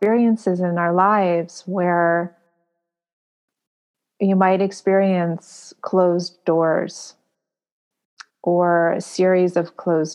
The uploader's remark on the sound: This was recorded a couple of weeks ago, on the second day of an online weekend retreat I taught with Shambhala Mountain Center, entitled “Creating a Beautiful Life in Hard Times.”